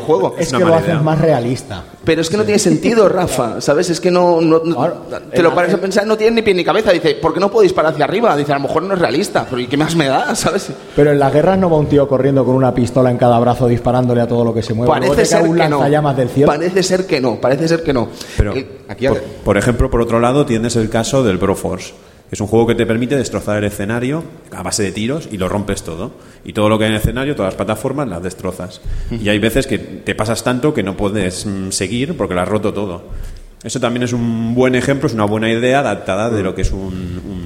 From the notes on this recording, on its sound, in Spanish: Programa grabado en directo desde RetroAlba.